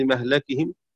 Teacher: شعبة يقرأ بفتح الميم واللام لمهلكهم